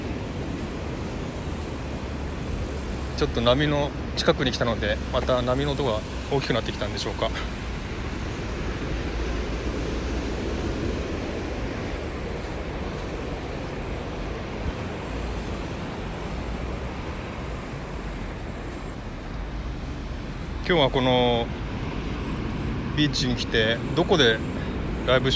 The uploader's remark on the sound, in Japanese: LIVE #001【初ライブ】 from Bondi beach。雨の降りそうなシドニー ボンダイビーチから、初ライブ。